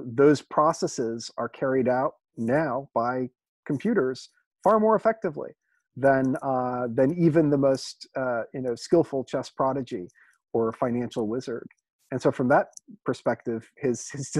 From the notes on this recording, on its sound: recorded on Zoom so the audio goes in and out, especially near the end